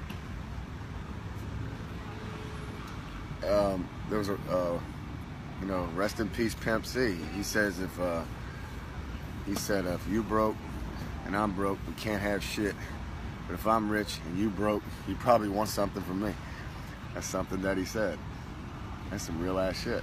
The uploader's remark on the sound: Live from Pattaya Beach, Thailand